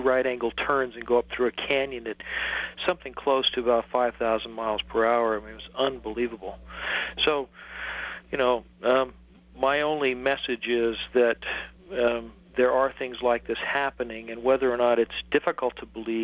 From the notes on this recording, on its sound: 1992 Timeless Voyager Radio interview. LIVE plus listener call-ins.